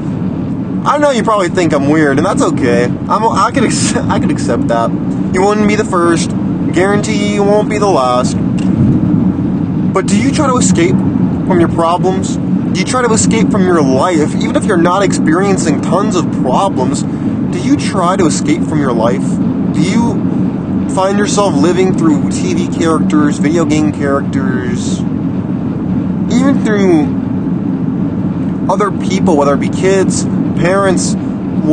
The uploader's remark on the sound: Open Road Rants. This episode was recorded in the car, so please excuse the crude audio quality.